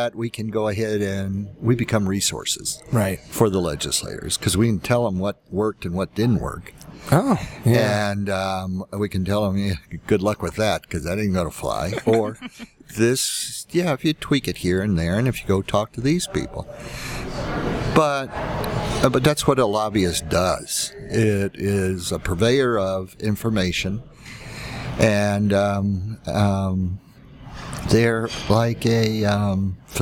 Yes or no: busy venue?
yes